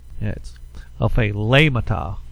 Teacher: the accent is over the eta, the middle syllable